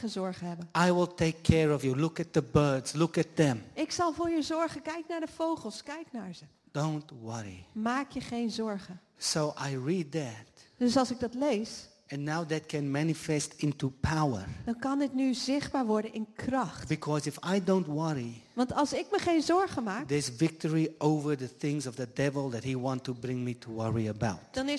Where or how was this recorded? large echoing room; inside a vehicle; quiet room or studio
large echoing room